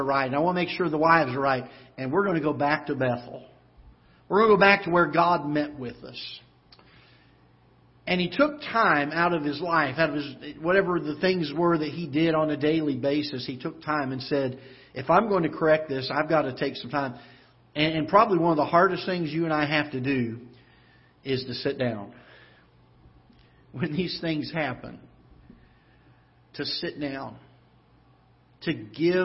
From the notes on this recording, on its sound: Ketha Heights Baptist Church ~ Live Broadcast.